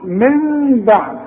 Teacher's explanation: عشان بعدها به، كل نون ساكنة بيجي بعدها به بيحصل نفس الحكم، يحصل اقلاب، بقلب النون لمين وبخف المين وبغنها